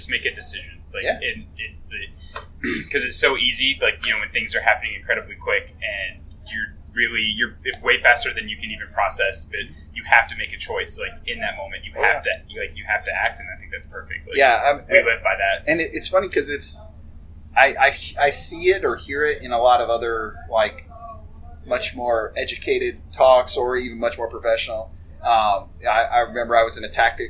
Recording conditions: poor sound quality